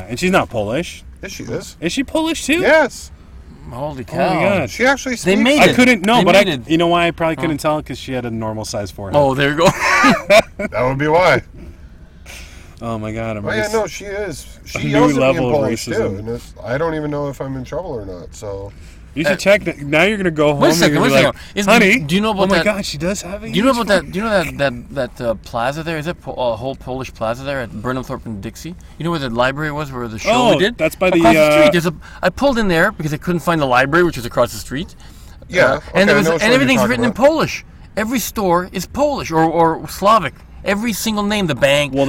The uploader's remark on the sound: sits down in the car studio